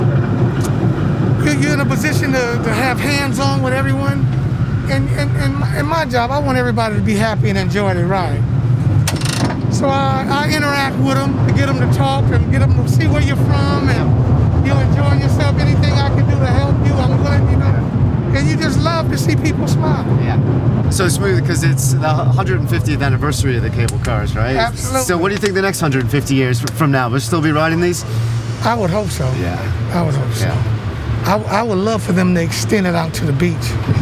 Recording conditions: outdoors